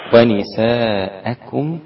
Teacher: الهمزة والكاف رقيقة جدا